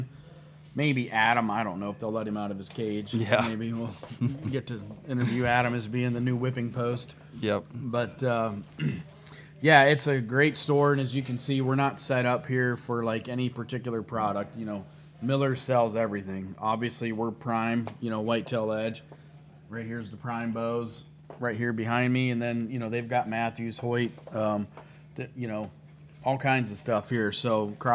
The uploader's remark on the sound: live at Miller's Gun and Supply in Sugarcreek, OH.